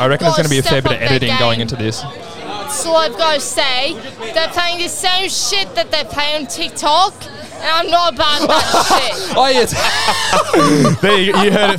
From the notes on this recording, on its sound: We setup camp in line at our favourite Thursday night hotspot. If you wanted to be on this weeks episode then you had the opportunity to jump on the mic with us!